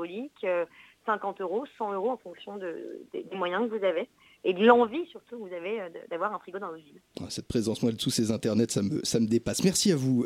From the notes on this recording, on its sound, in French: Sera avec nous par téléphone. Sur le 93.9FM.